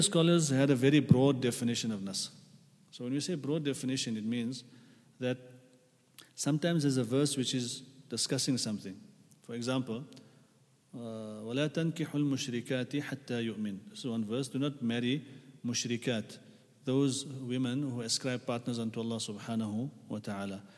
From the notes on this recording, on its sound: At the Houghton Masjid (West Street).